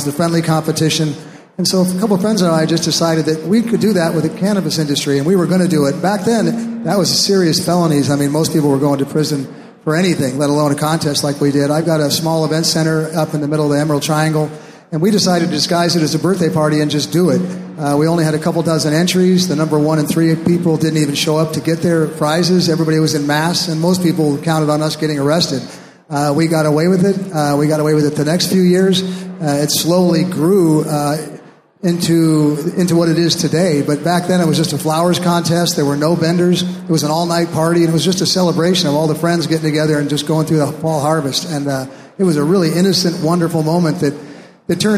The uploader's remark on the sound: Live From the Hawaii Cannabis Expo 2019. Recorded live on stage at the 2019 Hawaii Cannabis Expo in Honolulu.